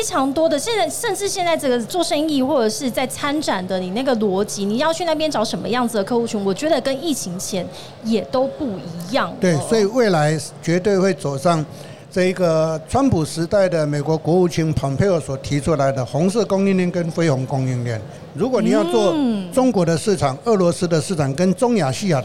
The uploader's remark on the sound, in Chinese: 2022 Medical Taiwan台灣國際醫療暨健康照護展 -Live Podcast